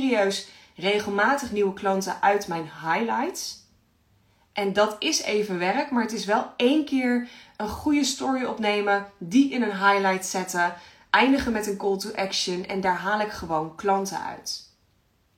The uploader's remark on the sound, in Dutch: Insta live opname. In deze Insta Live praat ik met je over geld..